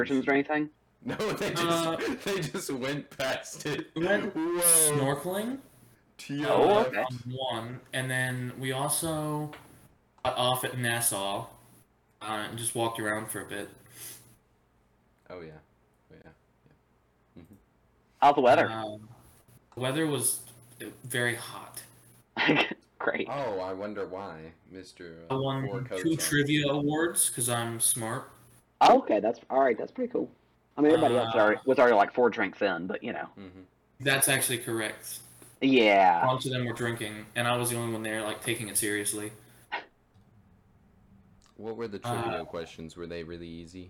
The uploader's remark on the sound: The microphone quality will be improved in the next episode